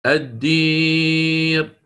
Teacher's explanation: هذه كلها يؤتى فيها بالإمالة إمالة كبرى لكسرة الراء